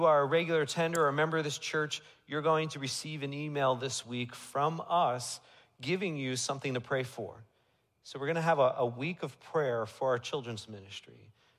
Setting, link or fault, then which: setting, large echoing room